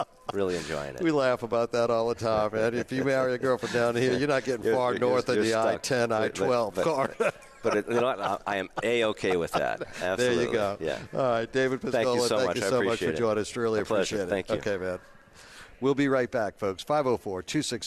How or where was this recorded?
busy venue